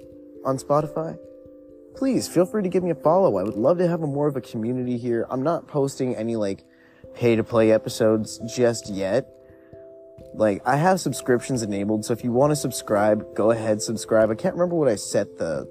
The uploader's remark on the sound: Stories on a Windy Night. Just some chill time outside in the wind.